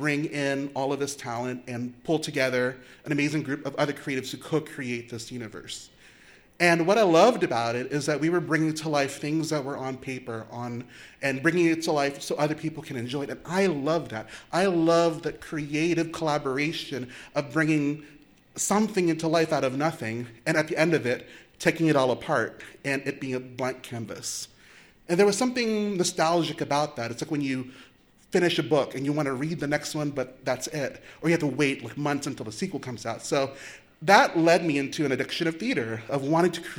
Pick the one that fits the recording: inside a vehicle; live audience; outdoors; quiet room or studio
live audience